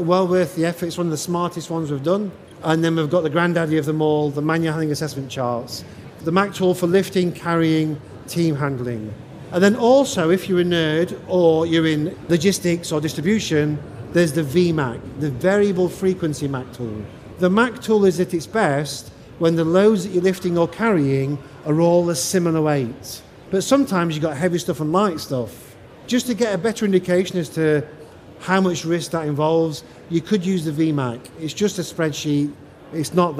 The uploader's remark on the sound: Recorded in the Operational Excellence Theatre at Safety & Health Expo in May